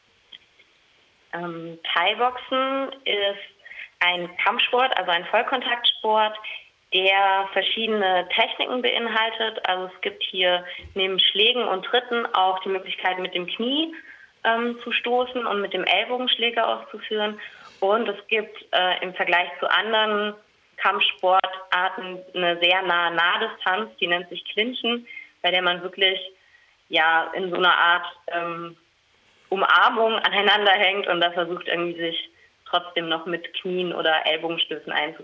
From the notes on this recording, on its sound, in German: jetzt hier am Telefon